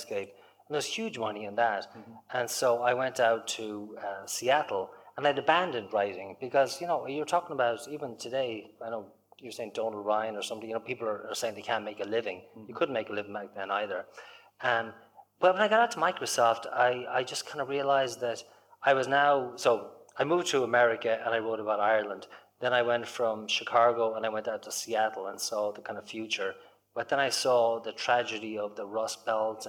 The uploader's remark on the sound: This conversation took place at the Ennis Book Club Festival in Co. Clare.